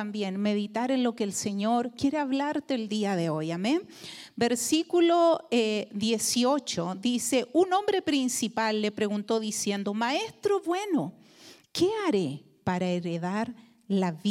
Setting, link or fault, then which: setting, large echoing room